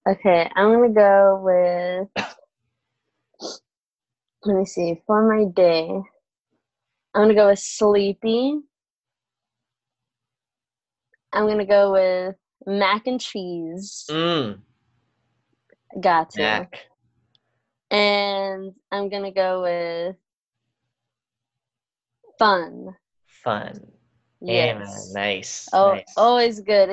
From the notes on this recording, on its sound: We did this over Zoom and my connection was not the best, plus I don't have a real microphone, so the audio may a little off.